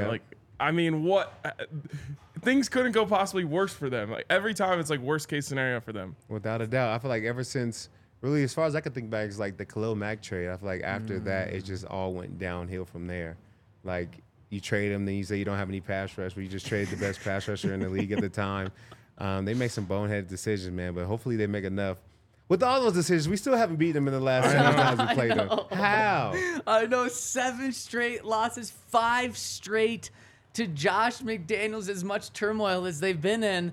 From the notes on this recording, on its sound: coming to you LIVE from the DNVR Bar